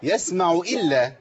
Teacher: خدي بالك يسمع جبنا واو زيادة كده